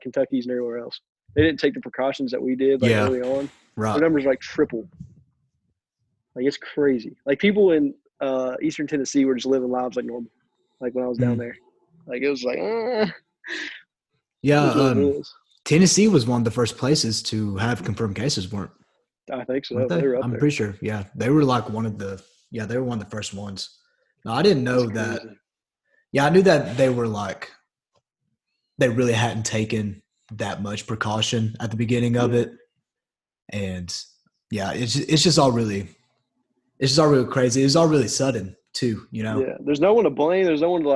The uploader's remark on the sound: Had a nice zoom call